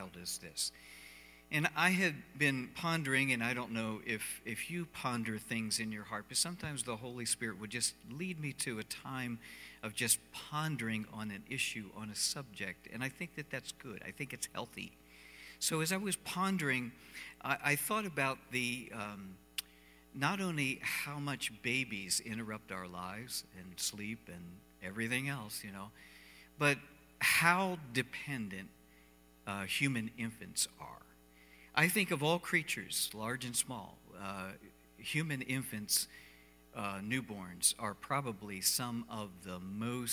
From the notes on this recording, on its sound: Cornerstone Fellowship Sunday morning service, streamed live on Dec 20, 2020.